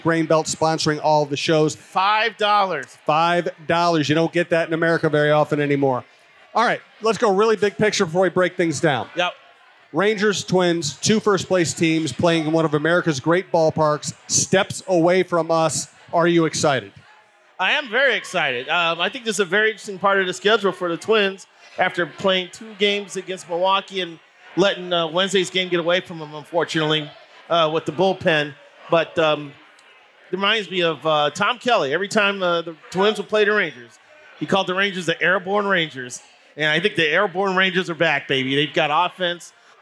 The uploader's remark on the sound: Chin Music live from Gluek’s